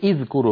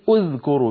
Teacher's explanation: بل قولي اذكروا بضم الهمزة · Shown in: second take